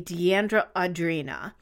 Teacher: there's definitely a glottal stop between those two vowels